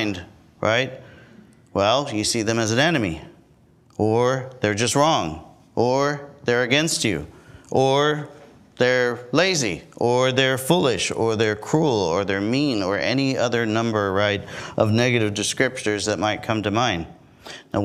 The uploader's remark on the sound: Our services are live streamed every week from our church in Corpus Christi, Texas.